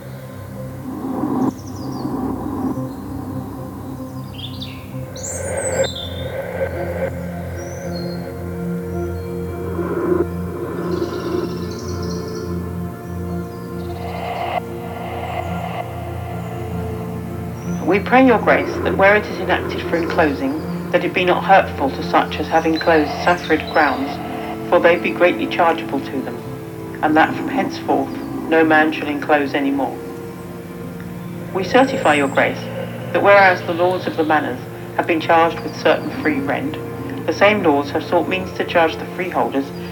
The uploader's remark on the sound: A field recording and soundscape of the Vinegar Pond, which in springtime is a breeding ground for frogs.